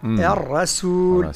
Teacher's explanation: حذاري من تفخيم السين من الرسول. لا نقول الرسول، ليست صاد.